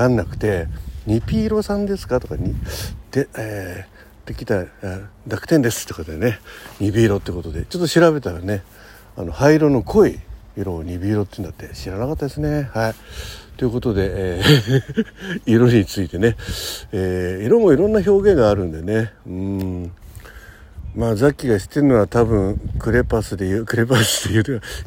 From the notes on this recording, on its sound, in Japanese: 朝の通勤電車実況収録。最後尾に乗ったら他に乗客いなかったのでひと駅間同行中列車で実況収録したのだ。